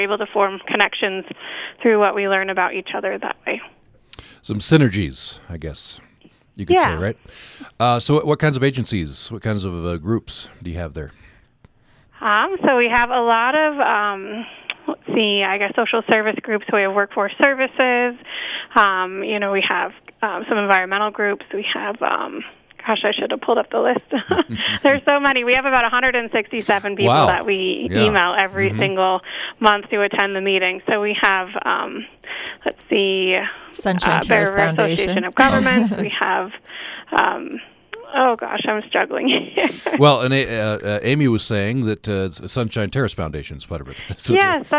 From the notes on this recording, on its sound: Today we’re opening the phone lines